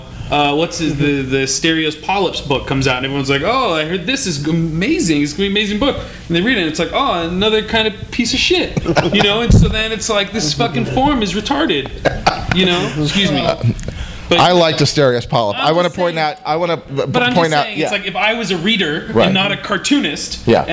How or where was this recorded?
live audience